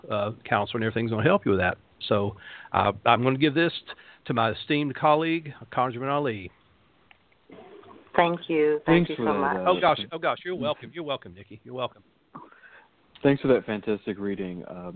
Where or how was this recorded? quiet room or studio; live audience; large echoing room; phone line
phone line